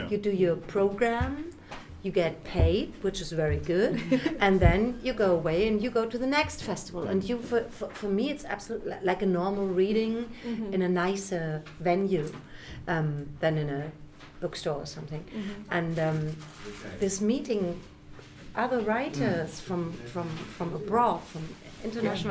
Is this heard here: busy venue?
yes